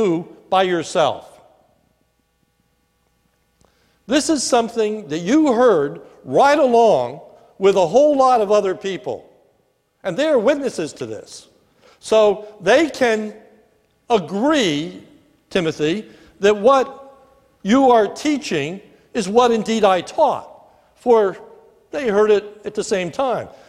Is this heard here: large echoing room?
yes